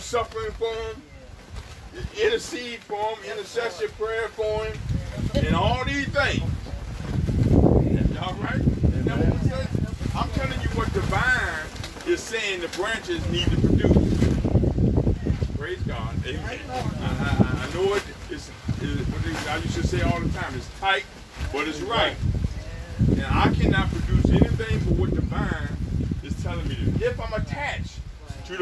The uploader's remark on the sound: Faith Temple NFCOG Sunday Morning Outside Service May 31, 2020